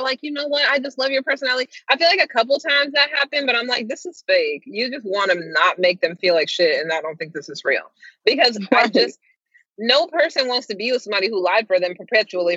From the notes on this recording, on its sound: Sit and chat with us as we drive and run errands in our "carcast" episode.